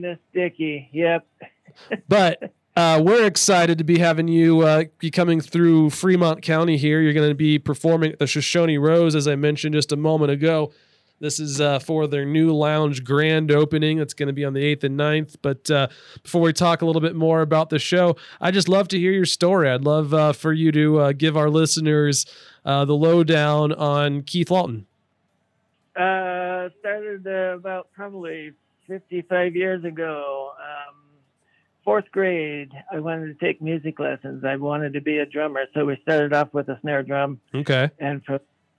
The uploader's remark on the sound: chatted with us on the phone